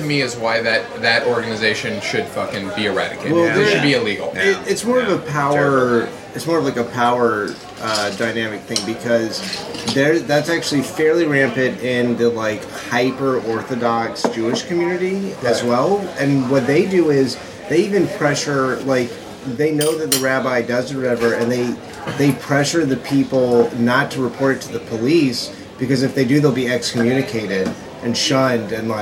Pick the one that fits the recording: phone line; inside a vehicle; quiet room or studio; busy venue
busy venue